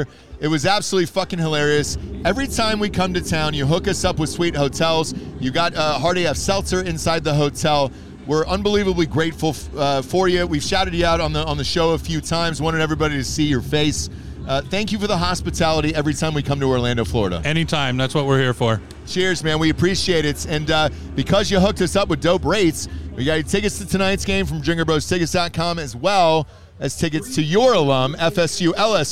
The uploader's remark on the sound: Live From University Of Central Florida